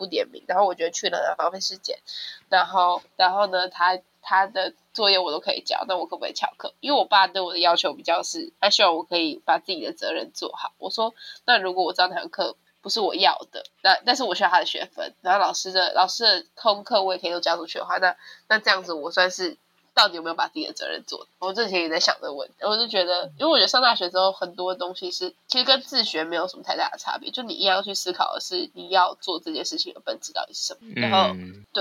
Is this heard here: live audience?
no